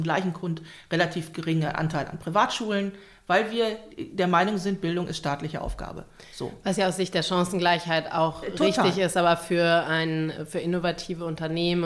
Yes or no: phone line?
no